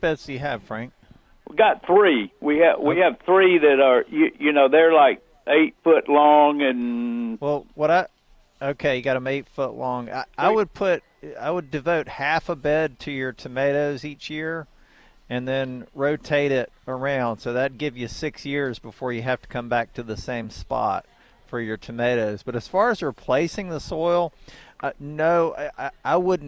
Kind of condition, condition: setting, busy venue